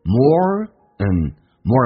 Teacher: and 不被强调可以弱化成一个鼻音叫做 n